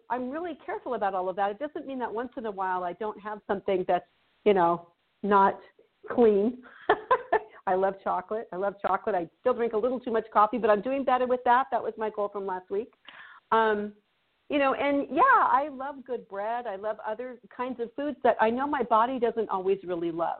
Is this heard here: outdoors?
no